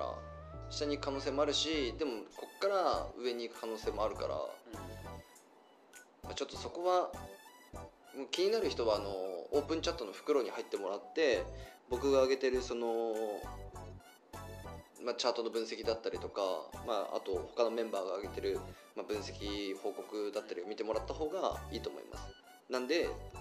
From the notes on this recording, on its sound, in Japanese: 今回録音機材が別で音声が少し聞きつらいかもしれません。